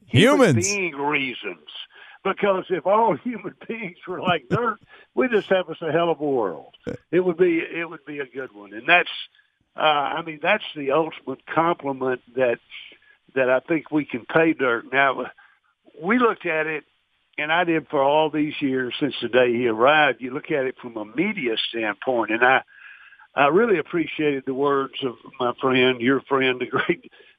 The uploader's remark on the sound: called